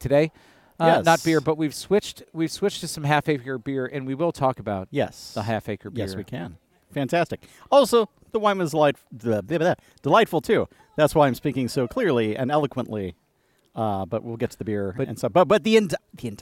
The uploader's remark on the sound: We’ll start with a regular full episode, recorded at Maplewood brewery, and then at the end we have some bonus content dedicated to the indictments.